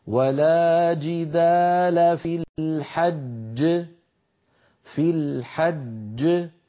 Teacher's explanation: الجيم الأولى مدغمة والجيم الثانية كانت متحركة في الوصل فسكنت للوقف، فلما سكنت للوقف لا بد من قلقلتها، أما الأولى فهي مدغمة لا قلقلة فيها ويكون النطق هكذا. · Term: جيم مشددة